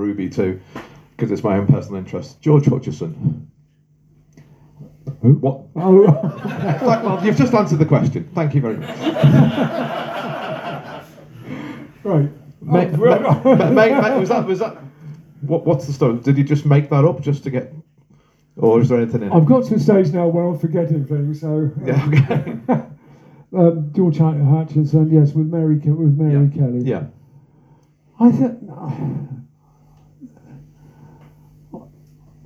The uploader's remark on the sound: We are pleased to bring to you the Speaker Presentations from the 2023 East End Conference held over the weekend of 7 & 8 October in the Astronomer Pub in Middlesex Street in the East End of London.